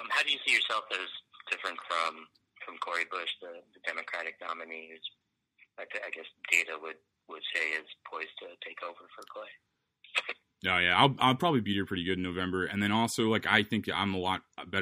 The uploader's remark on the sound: over the phone